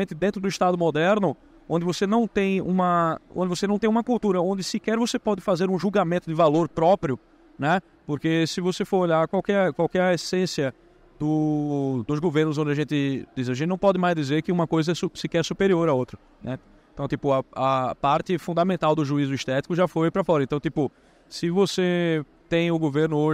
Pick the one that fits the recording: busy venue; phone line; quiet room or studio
busy venue